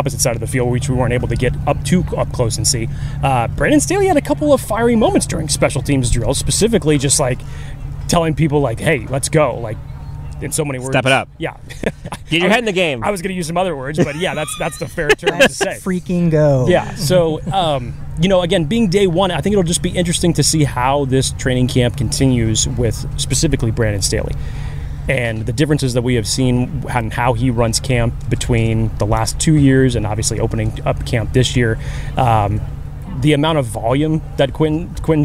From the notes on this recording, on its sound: LIVE FROM TRAINING CAMP.